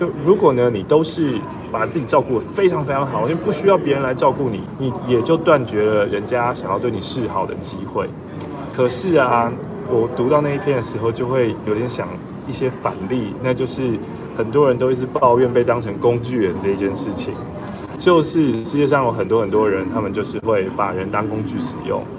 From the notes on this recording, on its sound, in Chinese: 這集是在成田機場等飛機的空檔錄製的，有很多的機場現場音